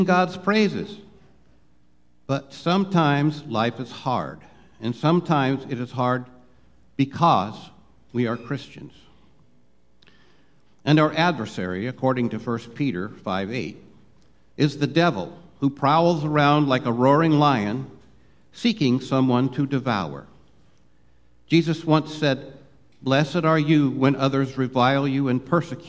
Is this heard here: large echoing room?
yes